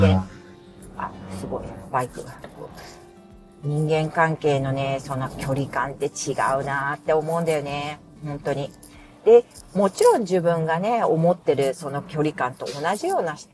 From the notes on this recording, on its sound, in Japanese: お聞き苦しい雑音すみません。雑音注意。